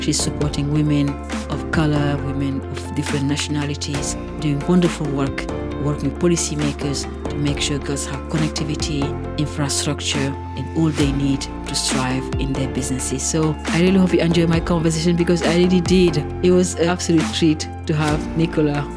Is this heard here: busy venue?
no